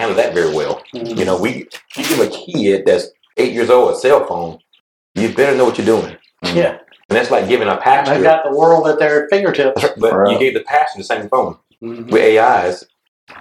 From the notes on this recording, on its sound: Headphone warning! Audio is fuzzy, please listen at a low volume!